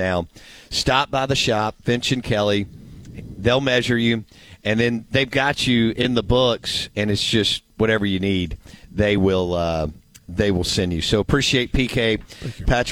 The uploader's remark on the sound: Live from Finch & Kelly in Oxford.